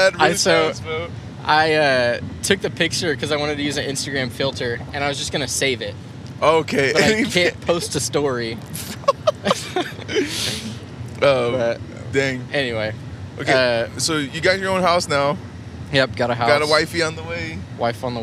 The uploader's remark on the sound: Don't podcast and drive. In this special audio only; “carpool karaoke” - esque episode. Travel to a music gig.